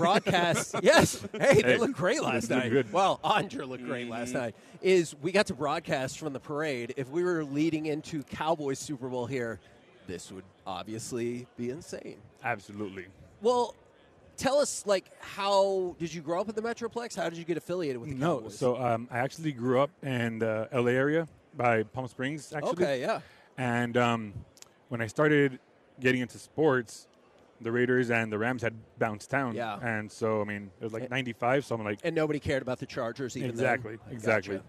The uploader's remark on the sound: 11am hour of The K&C Masterpiece LIVE from Radio Row in Las Vegas!